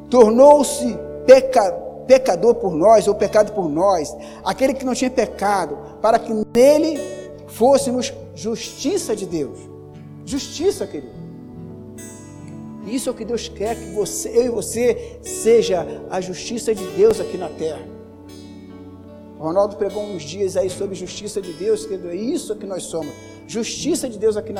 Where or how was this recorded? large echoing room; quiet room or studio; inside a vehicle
large echoing room